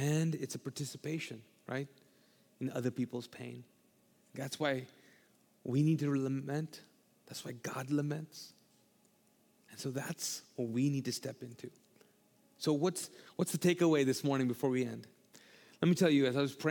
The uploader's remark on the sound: All episodes on this channel are recorded live from the Mosaic Church "Hope Center" in Charlotte North Carolina.